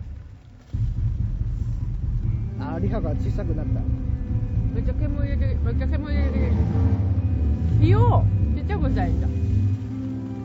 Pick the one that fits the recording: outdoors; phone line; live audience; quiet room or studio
outdoors